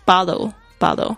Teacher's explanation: 是在两个元音之间它会变成这个类似 T 跟 D 之间的浊音